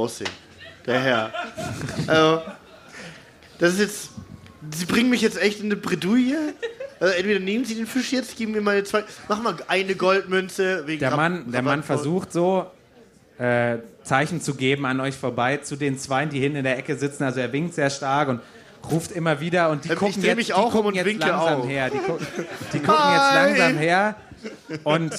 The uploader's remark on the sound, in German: Live vom Geek Festival. Startet Münchens prominentester Pen-and-Paper-Podcast seine erste Live-Show vor Publikum.